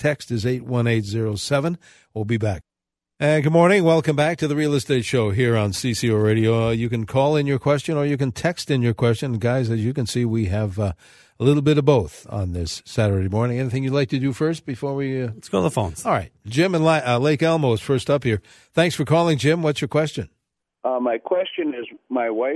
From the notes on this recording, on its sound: They open up the phone and text lines